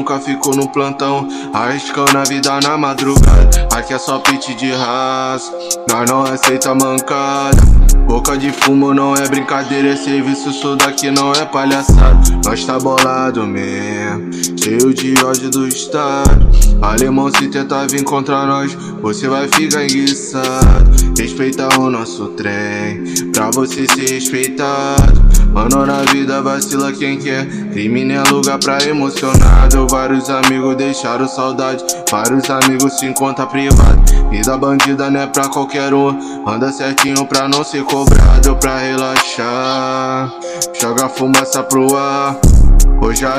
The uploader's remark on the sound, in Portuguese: gravação de celular